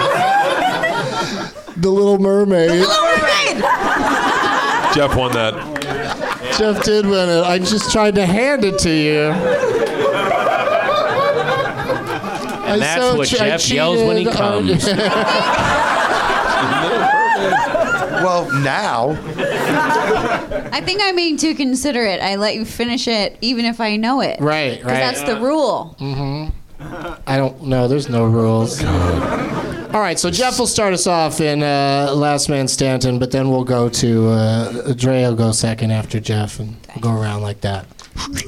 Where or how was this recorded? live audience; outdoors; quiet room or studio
live audience